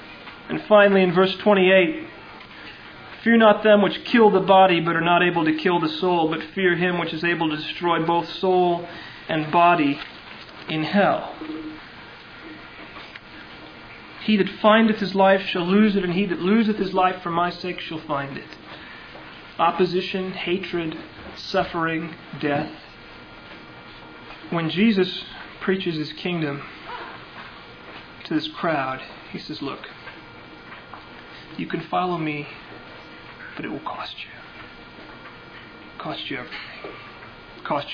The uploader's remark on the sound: Originally delivered on 18 July 1999 at Sovereign Grace Baptist Church in Van Alstyne, TX.